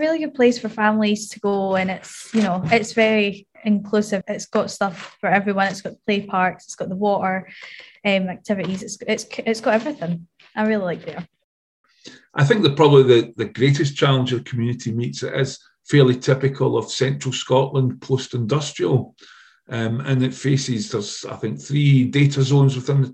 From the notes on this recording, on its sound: Last autumn, I was joined on Zoom.